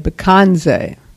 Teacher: If you go to other centers, they're going to say Bekense. They're going to put the accent on the middle syllable.